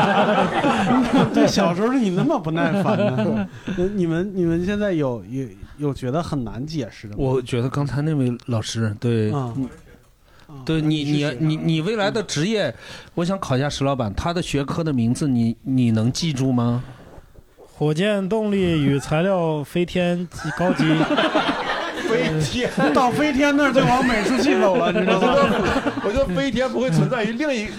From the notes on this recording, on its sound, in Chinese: 主播和现场观众们。参与现场录制。